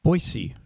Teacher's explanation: pronounced with an S, not a Z.